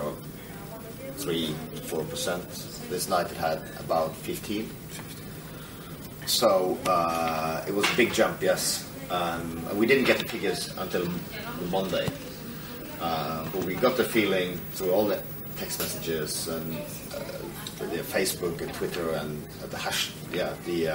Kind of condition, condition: setting, busy venue